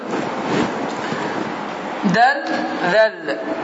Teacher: bu hərf zamanı da dilin ucunu damağa toxundururuq və görürük ki, hava axını dayandı. Və bu zaman hava axını dayandırdığı zaman artıq hərfi bildirmək lazımdır, çıxartmaq lazımdır. · Term: qalqala